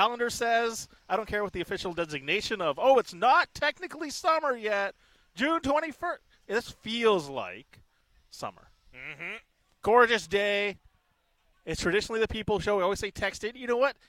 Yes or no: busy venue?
yes